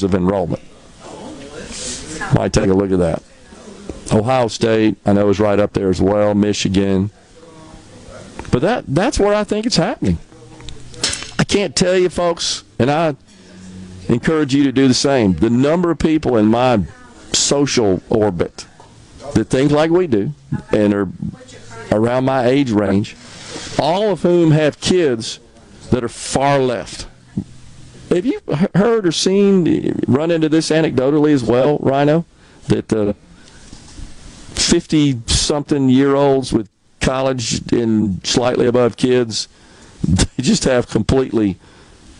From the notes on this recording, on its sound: MidDays is LIVE from Carter Jewelers on High Street in Downtown Jackson today.